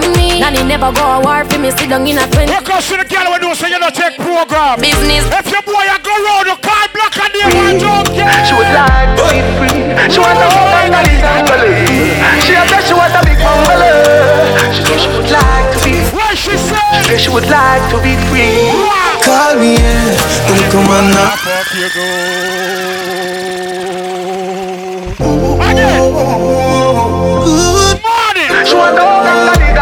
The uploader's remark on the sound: BIRTHDAY BASH TRUST VS LOYALTY 6.18.21 LIVE AUDIO